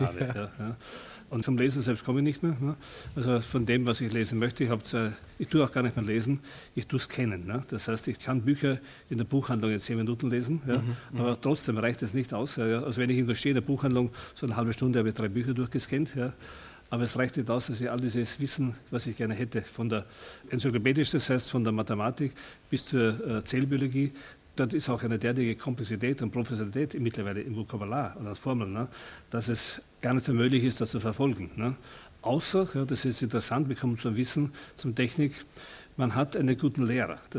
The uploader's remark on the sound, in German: Mitschnitt vom Festival LAW: Liebe Arbeit Wissen im ZKM_Zentrum für Kunst und Medientechnologie in Karlsruhe.